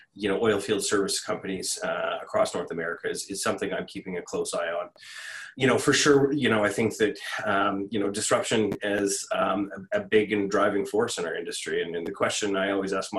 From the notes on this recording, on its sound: This episode was originally recorded as a webinar